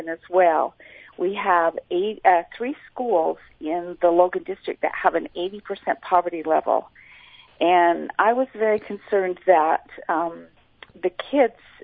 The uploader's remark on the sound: Today we’re opening the phone lines